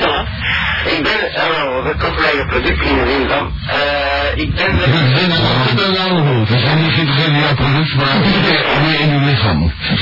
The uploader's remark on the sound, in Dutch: De bron van deze opname is een CASSETTE. De audio kwaliteit is vermoedelijk: SLECHT tot NORMAAL.